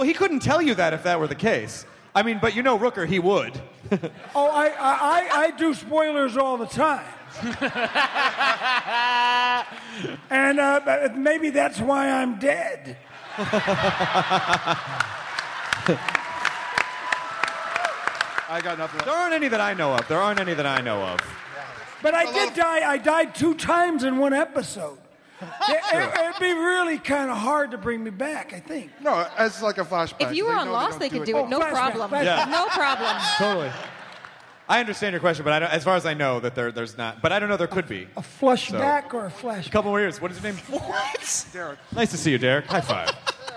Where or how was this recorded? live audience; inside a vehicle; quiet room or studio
live audience